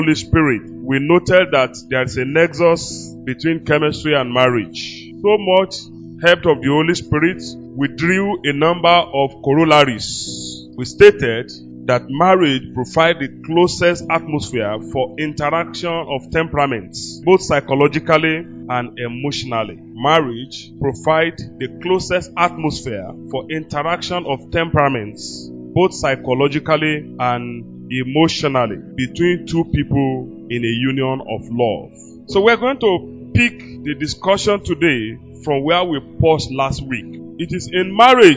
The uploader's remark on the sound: LIVE FROM OASIS OF WISDOM BIBLE CHURCH.